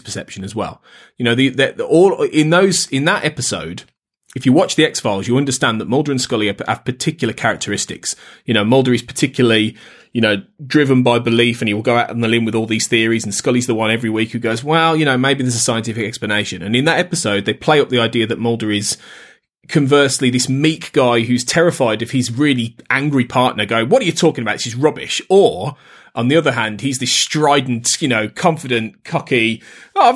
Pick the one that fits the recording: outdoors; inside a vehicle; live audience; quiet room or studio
quiet room or studio